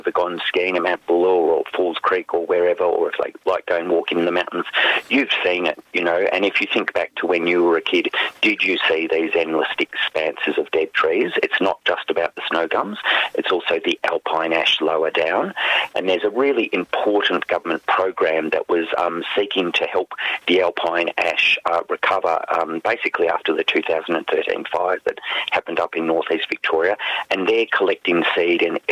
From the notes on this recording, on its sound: Calls. Phone.